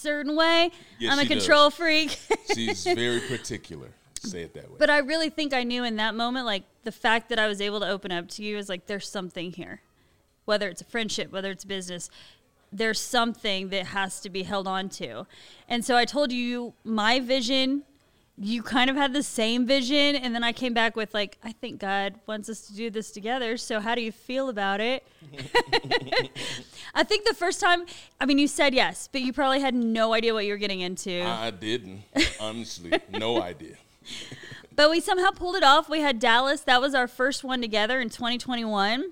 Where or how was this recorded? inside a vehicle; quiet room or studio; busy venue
busy venue